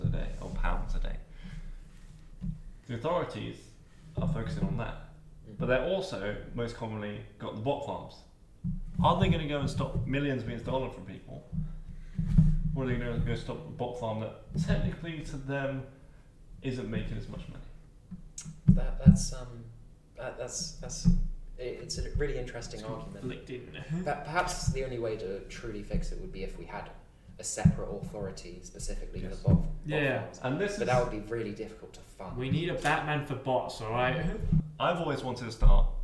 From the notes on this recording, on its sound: This is our first podcast so the audio could be weird